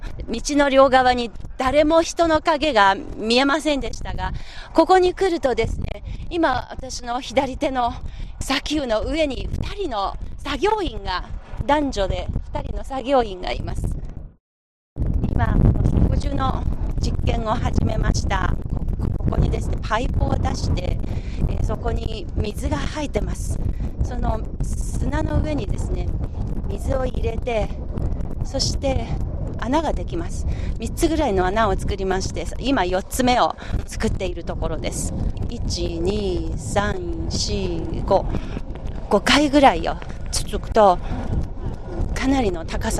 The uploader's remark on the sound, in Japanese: マイクリポート「クブチ砂漠を行く」の2回目、植樹活動の現場からのリポートをお届けします。